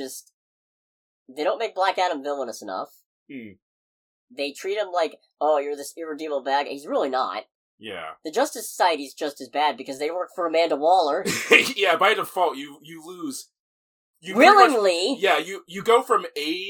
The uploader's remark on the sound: Pardon the audio quality this week, we both gathered in the same location to record.